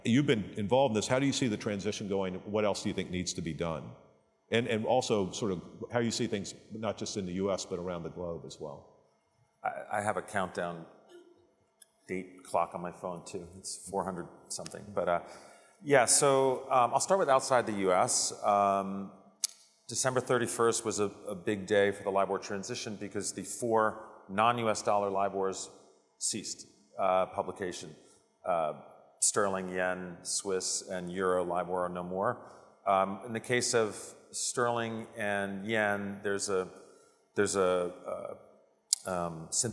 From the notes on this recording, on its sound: A Conversation from SIFMA Ops. Discussion at the 2022 Operations Conference & Exhibition.